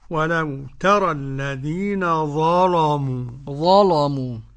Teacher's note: قرأ ورش بتغليظ اللام